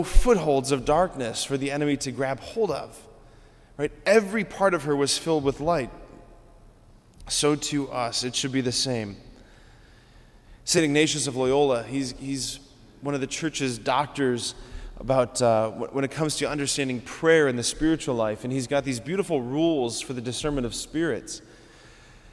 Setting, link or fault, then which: setting, large echoing room